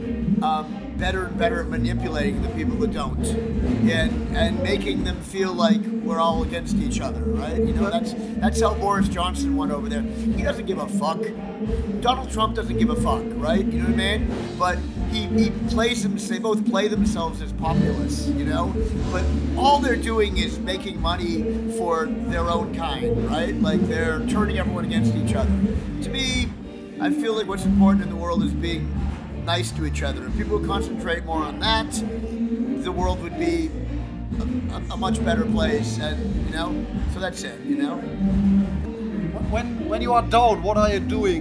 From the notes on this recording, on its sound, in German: als die Vorband bereits auf der Bühne stand